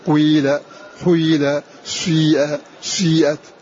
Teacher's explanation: يقدم الضم ويغلب الكسر · Term: خلط حركة بحركة